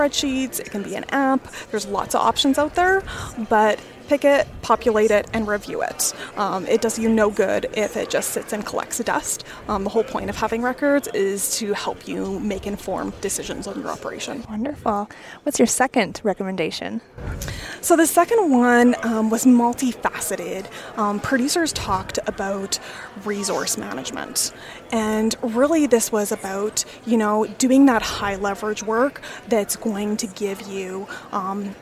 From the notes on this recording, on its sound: Recorded at the 2023 Canadian Beef Industry Conference in Calgary